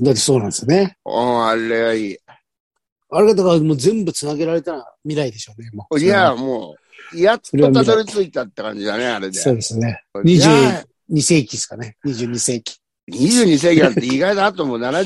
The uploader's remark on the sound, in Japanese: ZOOMで収録。